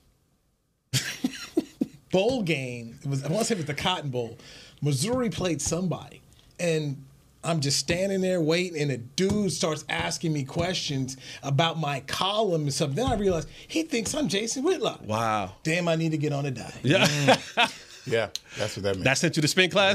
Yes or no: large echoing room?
no